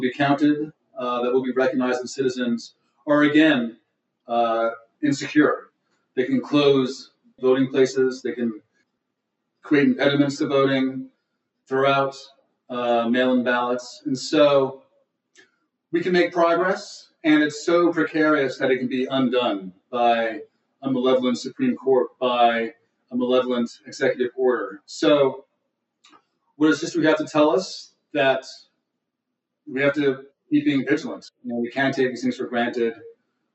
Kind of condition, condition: link, video call